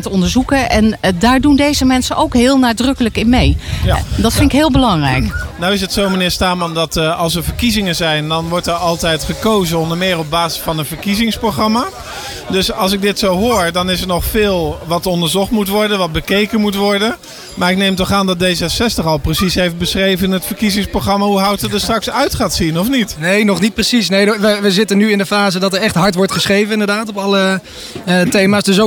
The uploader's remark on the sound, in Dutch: Live vanaf de activiteitenmarkt in Houten